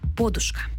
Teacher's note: широко зафіксовано наголос на префіксі – подушка. З таким наголосом слово подає словник Грінченка, також правописний словник Голоскевича і російсько-український академічний словник Кримського і Єфремова.